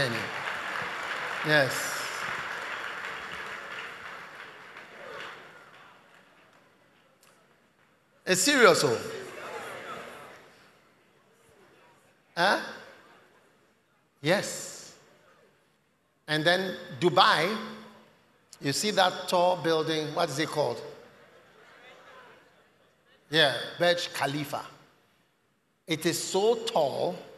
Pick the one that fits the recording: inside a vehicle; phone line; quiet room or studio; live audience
live audience